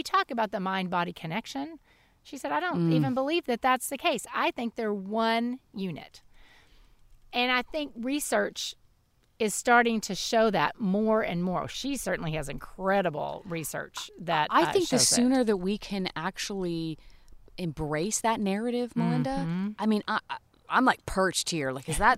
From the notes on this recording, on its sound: take their weekly visit outside